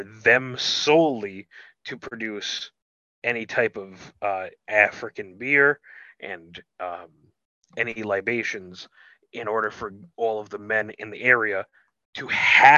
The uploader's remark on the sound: your four hosts are back around the (Zoom) table